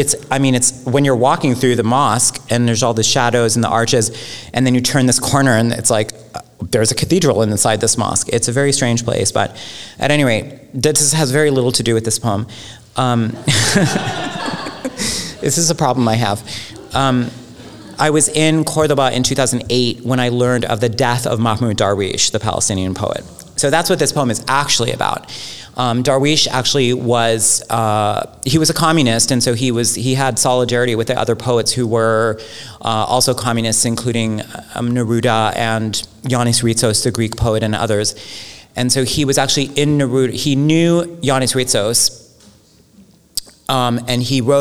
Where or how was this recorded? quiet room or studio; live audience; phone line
live audience